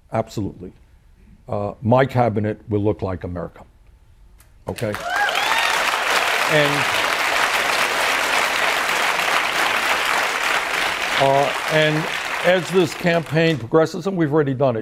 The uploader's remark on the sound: answer questions from the audience